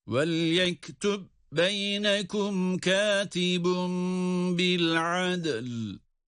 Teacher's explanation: Ama kendisinden sonra yine ba harfi geldiği için burada velyektub şeklinde ayrı okursak kalkale yapmamız gerekmesine rağmen birlikte okuduğumuz takdirde kalkale düşer. Yani idgam kalkaleye mani olduğu için kalkale yapmayız.